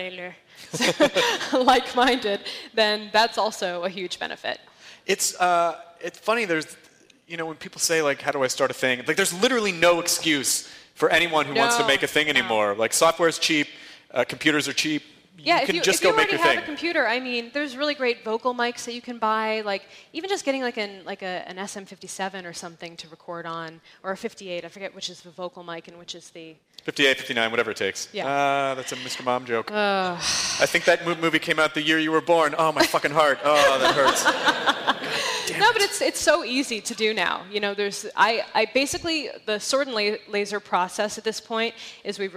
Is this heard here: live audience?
yes